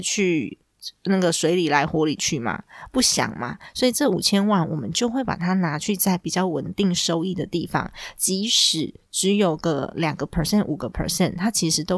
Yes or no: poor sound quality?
no